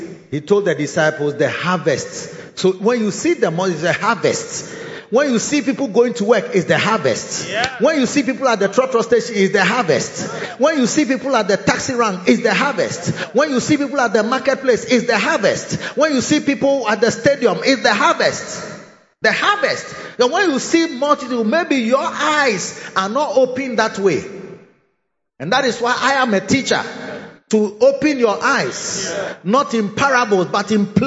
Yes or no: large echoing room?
yes